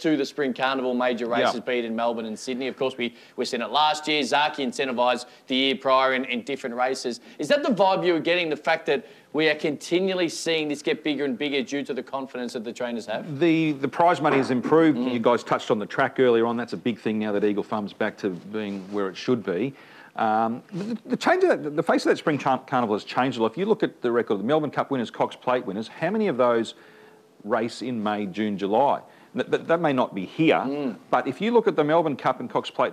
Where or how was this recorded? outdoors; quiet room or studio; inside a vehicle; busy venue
busy venue